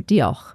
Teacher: With a little bit of a guttural h at the end